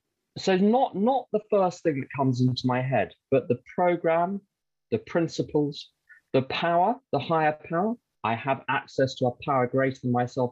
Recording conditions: video call